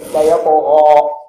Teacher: لو فخم الغين تفخمت مع الألف